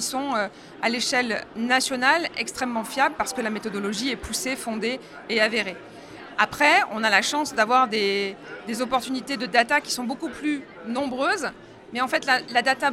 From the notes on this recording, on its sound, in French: Cette interview a été enregistrée en live d'Immo, le congrès FNAIM 2023.